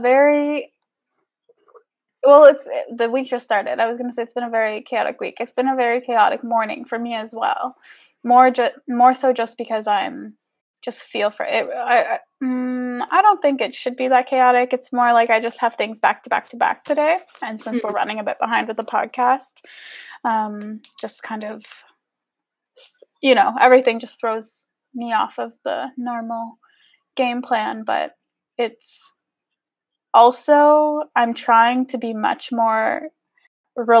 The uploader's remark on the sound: Apologies for sound discrepancies this episode.